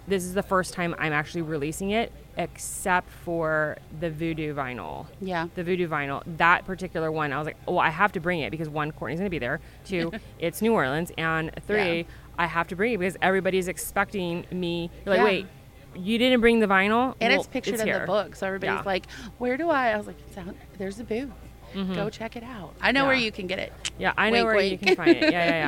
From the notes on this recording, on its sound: This is the first in a series of podcasts that we recorded this summer at Glittercon in New Orleans.